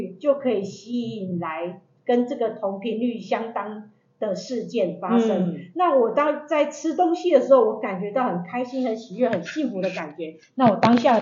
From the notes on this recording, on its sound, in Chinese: 因錄音設備問題，造成錄音品質受到影響出現雜音及干擾，還請大家見諒。